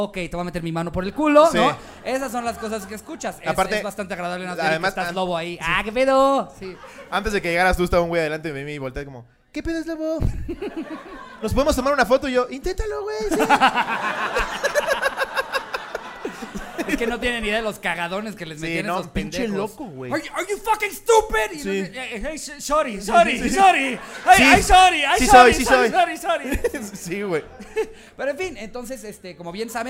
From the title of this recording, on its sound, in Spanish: En vivo desde la CDMX